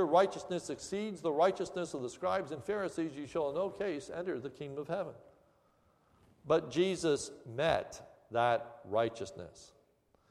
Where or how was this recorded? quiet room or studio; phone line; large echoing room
large echoing room